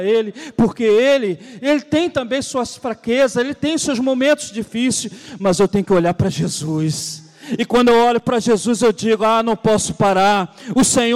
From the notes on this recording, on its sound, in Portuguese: CULTO DE LOUVOR E PALAVRA AO VIVO